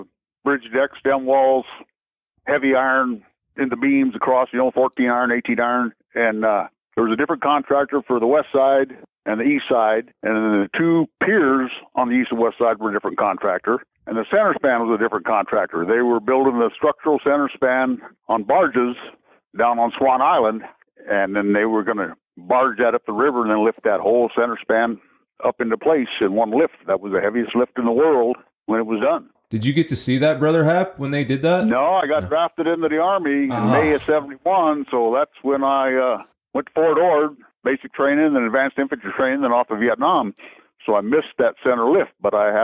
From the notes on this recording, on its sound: This was a 2 day interview, on phone and in person, so the audio is noticeable.